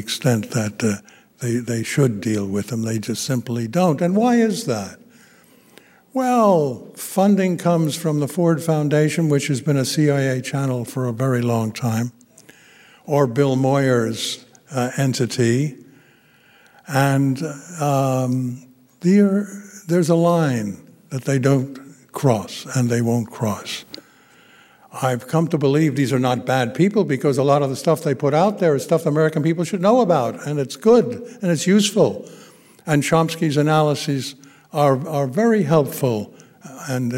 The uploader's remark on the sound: Gave the keynote address at the 13th Annual 9/11 Film Festival at the Grand Lake Theatre in Oakland, California on September 11th, 2017.